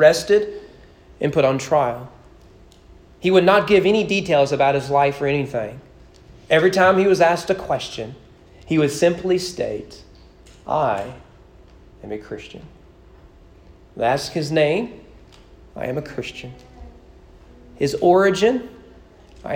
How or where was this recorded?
large echoing room